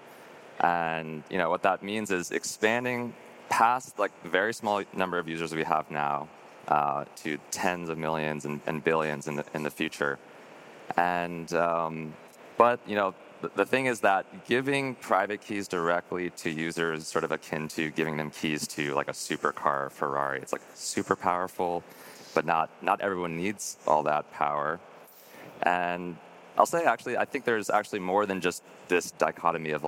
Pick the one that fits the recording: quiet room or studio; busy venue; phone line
busy venue